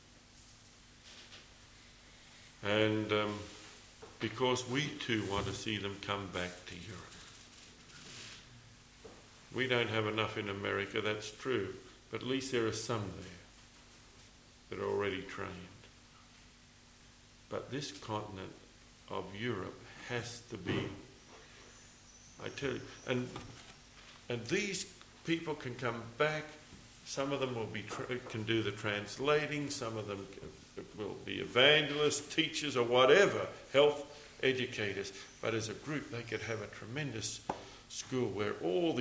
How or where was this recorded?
live audience